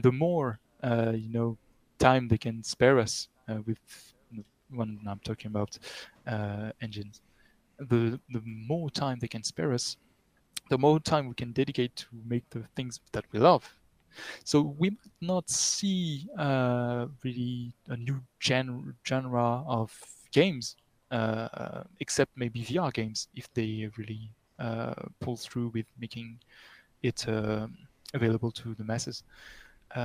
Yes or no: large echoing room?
no